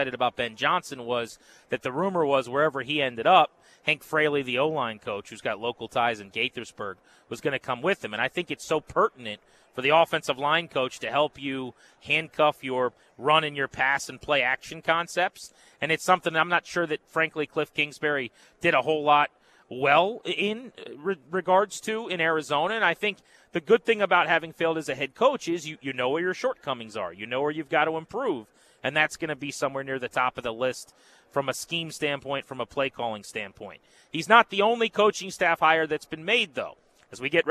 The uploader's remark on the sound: LIVE From Radio Row In Las Vegas!